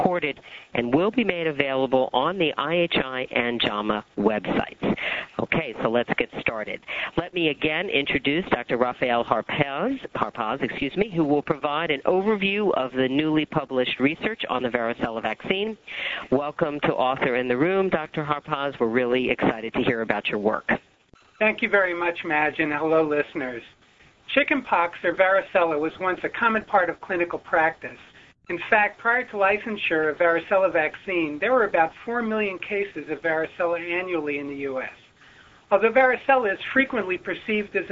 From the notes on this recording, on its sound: Author in the Room® Teleconference